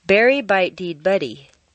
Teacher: totally denasalizing your voice for a moment, which means turning the nasals into the other consonants